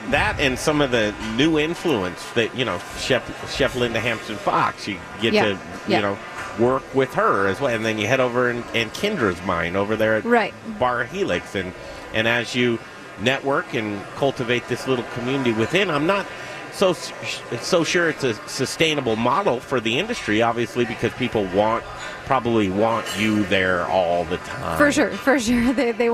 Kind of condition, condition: setting, busy venue